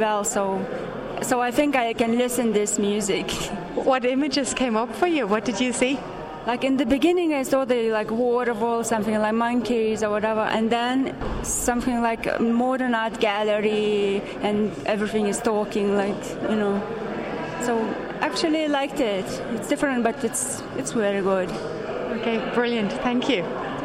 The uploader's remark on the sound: Performing in front of a live audience. Near FM have recorded in-depth interviews with the musicians, and reactions from members of the public.